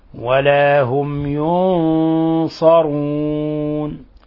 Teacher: فلا نضغط على الميم ولا نخفيها ولا نشددها، بل نقرأها ساكنة · Term: إظهار شفوي